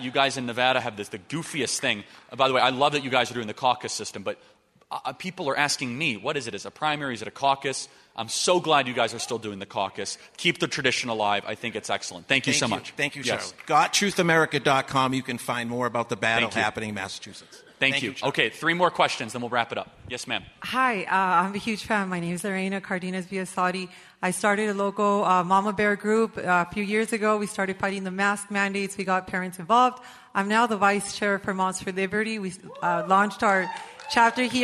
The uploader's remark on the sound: LIVE at the Restoring National Confidence Summit